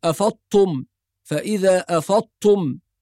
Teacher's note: كثير من الناس يدغم الضاد في التاء فينطق الكلمة كأنها بالطاء، يقول أفضتم، فإذا أفضتم، يعني هو كده حذف حرفين، حذف الضاد والتاء وأتى بحرف جديد وهو حرف الطاء، ففي أكثر من لحن وقع بهذه الطريقة.